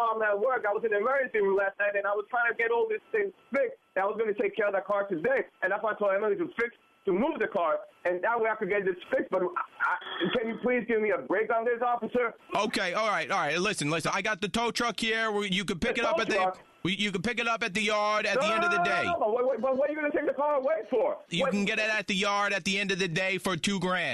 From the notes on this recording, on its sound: A listener called into